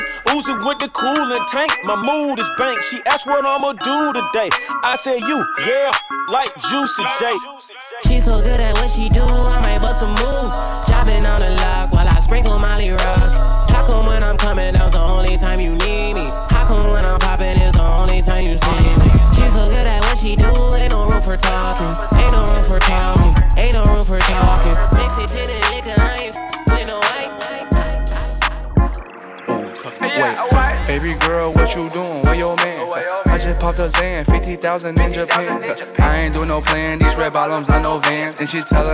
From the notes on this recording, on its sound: BRIMZ 5 YEAR ANNIVERSARY EVENT (LIVE DJ MIX).